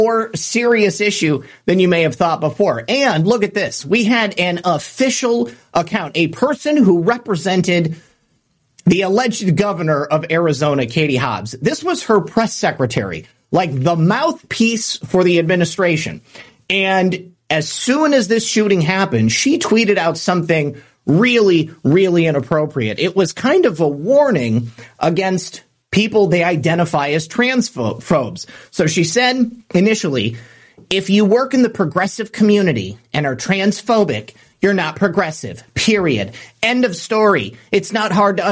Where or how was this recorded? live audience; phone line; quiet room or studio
quiet room or studio